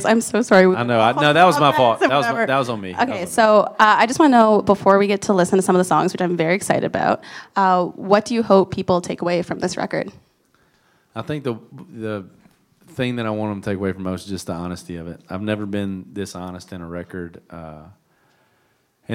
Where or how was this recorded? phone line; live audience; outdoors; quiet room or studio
live audience